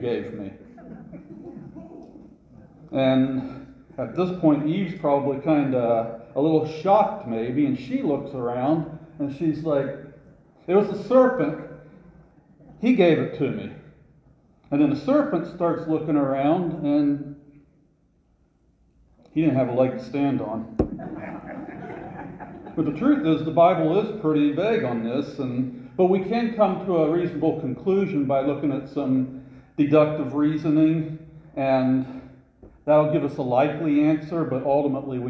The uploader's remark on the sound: This sermon was recorded live at CrossRoads Baptist church for their 20-20-20 service.